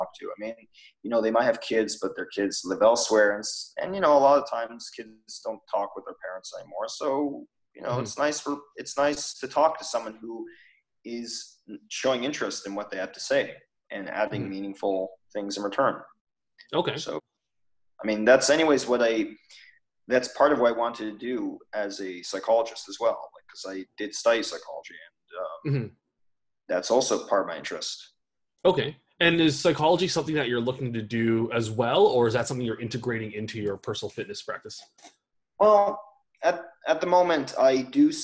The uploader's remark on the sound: The internet connection was less than ideal during this recording